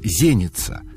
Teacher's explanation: Стоит сказать, что нынешняя традиция русского языка допускает как единственно верный вариант ударение в слове «зеница» на второй слог. Но в церковнославянском в этом слове правильно ставить ударение на первый и говорить «зеница».